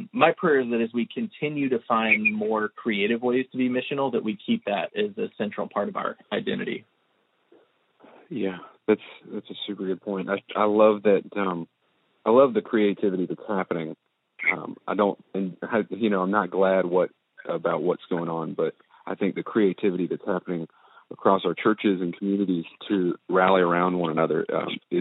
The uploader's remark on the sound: We Sound Like AM Radio. Because we are trying to model physical distancing, we are recording from a conference call.